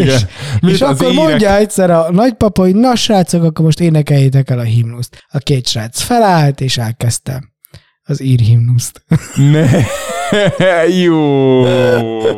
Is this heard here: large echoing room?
no